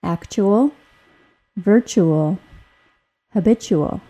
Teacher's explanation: When the letters T plus U precede the AL suffix, the letter T is often pronounced as a CH sound.